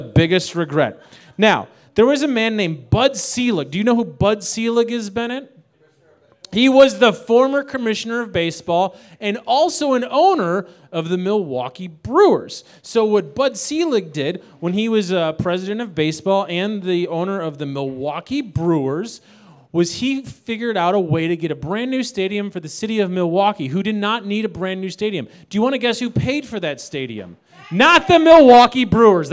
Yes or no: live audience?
yes